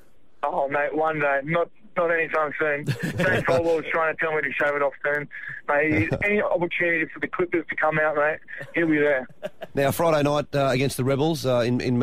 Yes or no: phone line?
yes